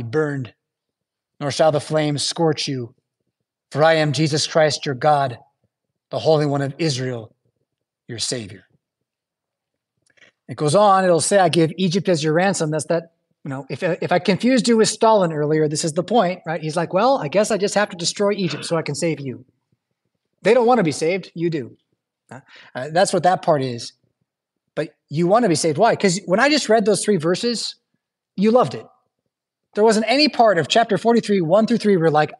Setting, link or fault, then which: setting, large echoing room